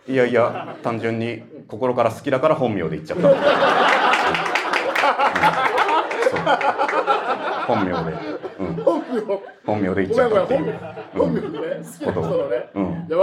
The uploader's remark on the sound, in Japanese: 初めての公開収録。